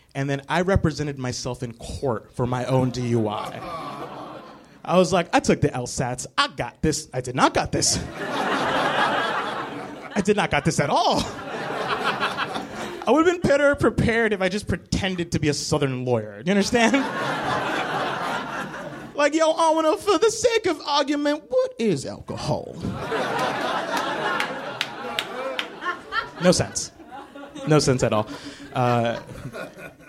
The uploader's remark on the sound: Live from the NerdMelt Showroom, it's the third Nerdist Podcast Stand Up Cluster.